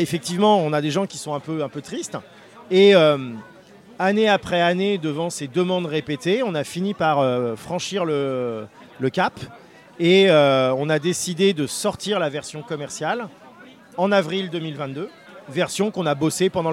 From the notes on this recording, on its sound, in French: Rencontre au festival Paris Est Ludique 2023